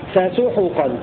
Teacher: قرأ الكسائي بضم الحاء بدلا من سكونها في فسحقا